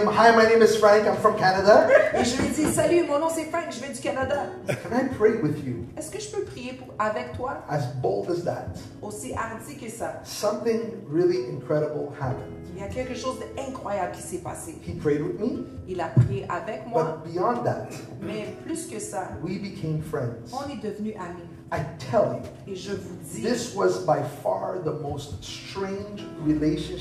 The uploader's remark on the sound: LIVE AT THE HUB.